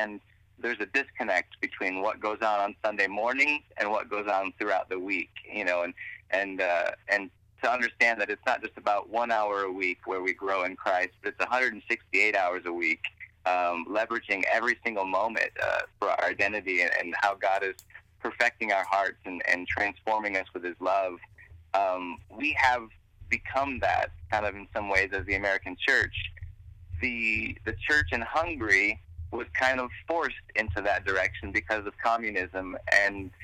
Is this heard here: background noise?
no